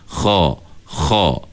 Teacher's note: Jadi cara dia, kita latih sebut kha dulu. Sebut kha dengan angkat pangkal lidah.